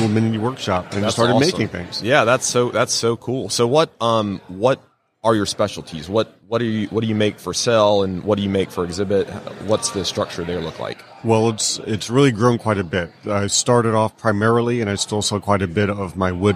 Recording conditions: busy venue